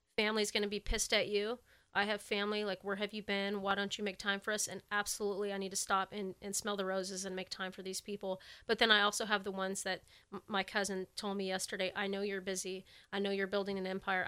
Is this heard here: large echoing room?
no